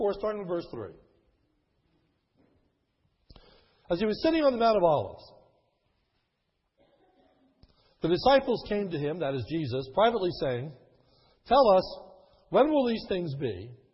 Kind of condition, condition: setting, large echoing room